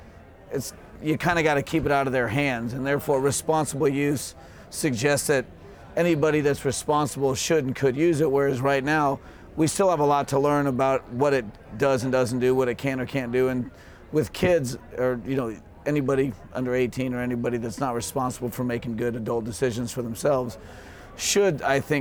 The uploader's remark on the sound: Live from New West Summit